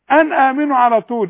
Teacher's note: بتغني النون ليه؟ دي نون عليها سكون